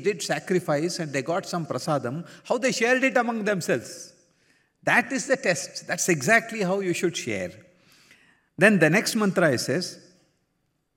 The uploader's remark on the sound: Talk during Center Leaders Conference in Prasanthi Nilayam.